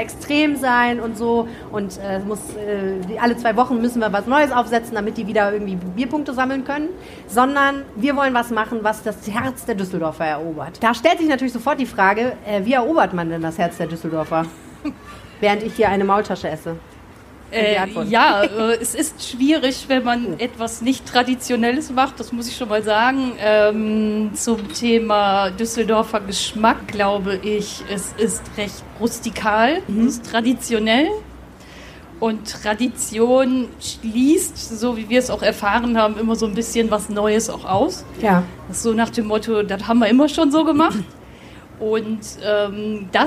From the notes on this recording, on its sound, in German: Darum ging es bei einer Live-Aufzeichnung unseres Düsseldorf-Podcasts Rheinpegel am Düsseldorfer Stadtstrand im Oktober.